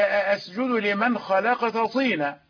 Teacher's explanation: التاء خلقت والطاء طينا، يعني التاء لا تدغم في الطاء